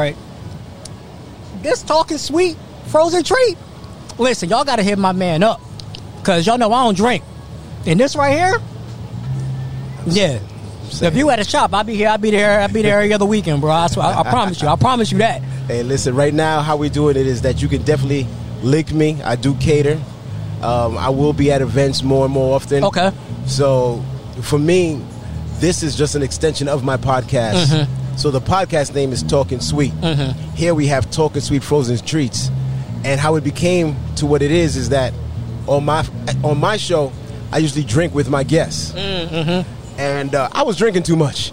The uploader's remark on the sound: This episode was recorded outside